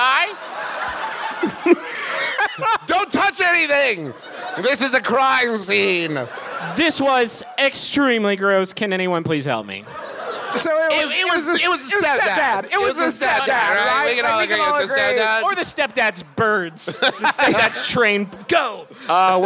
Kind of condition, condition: setting, live audience